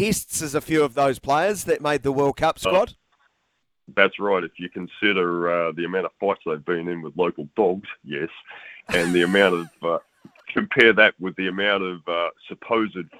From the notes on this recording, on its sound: hit the phone and text lines for the Saturday Session Talk Back Hour